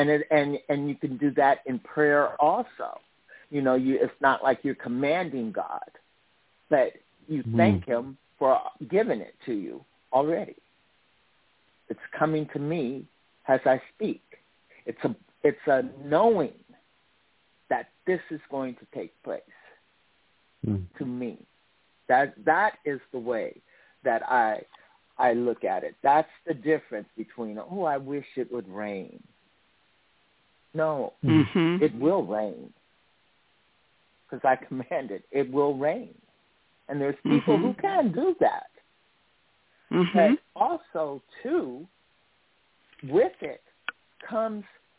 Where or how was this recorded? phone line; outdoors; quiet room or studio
phone line